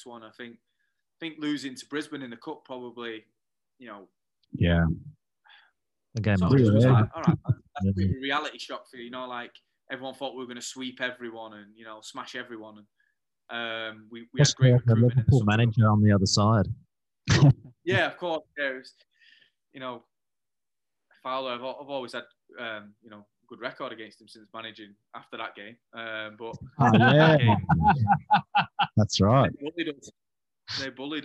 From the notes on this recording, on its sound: Join us from his hotel room in India. Apologies for the audio quality - it's our first time recording from Zoom!